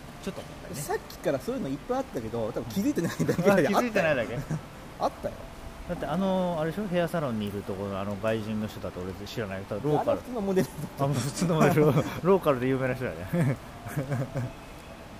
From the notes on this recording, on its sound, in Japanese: 三重県四日市。野外収録に臨みます。